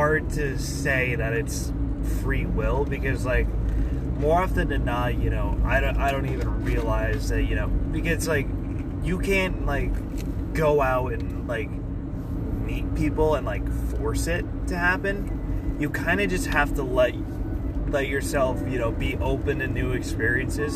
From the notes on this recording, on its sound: All while driving to some Lo-Fi tunes.